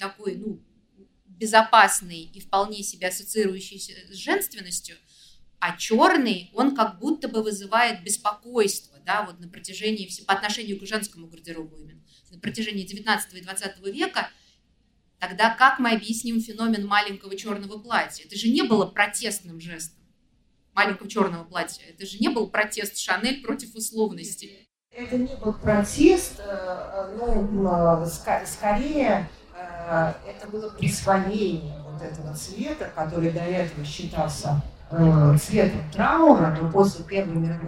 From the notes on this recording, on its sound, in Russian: записанном на книжной ярмарке Non/Fiction